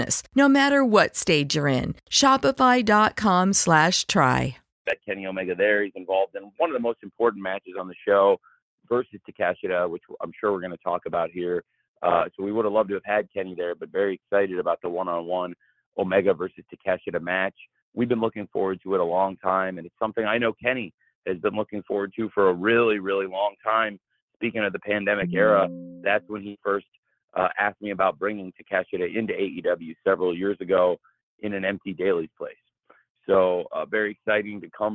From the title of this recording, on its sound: AEW All Out Media Conference Call